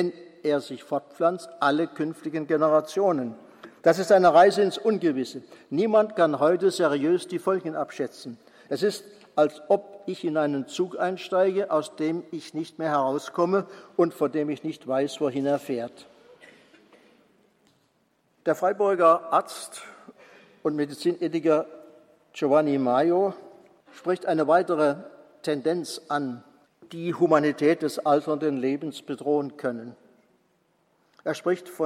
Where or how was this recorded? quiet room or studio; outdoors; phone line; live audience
live audience